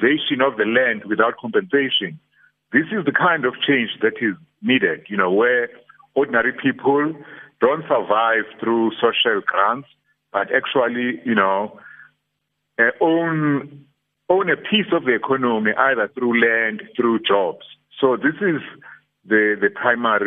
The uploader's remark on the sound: Guest (phone)